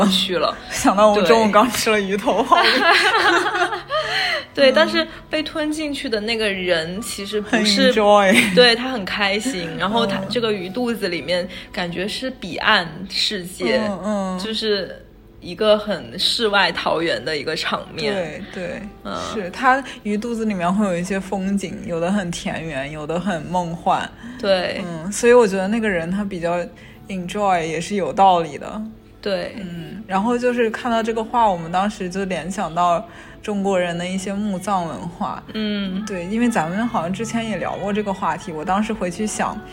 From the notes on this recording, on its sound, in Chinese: 被植物环抱的咖啡馆“扫叶花园”，在这里我们趁热录制了本期节目